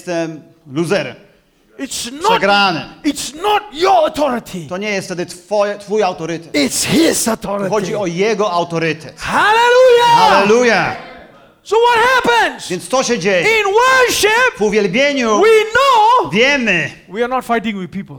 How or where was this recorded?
live audience